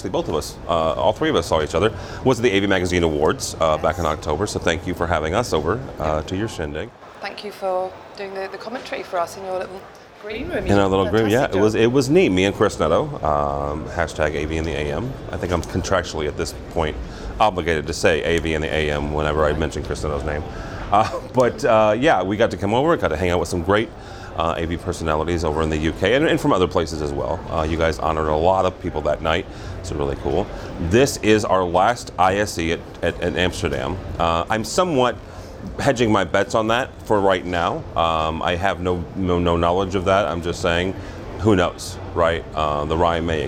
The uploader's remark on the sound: Live From ISE 2020